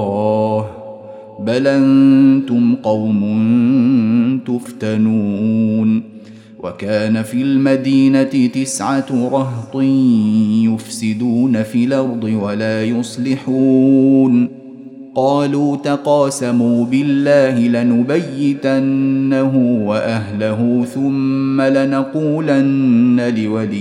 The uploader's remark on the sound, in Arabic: مسجل من صلاة التراويح بمسجد السلام بحي مشرفة بجدة.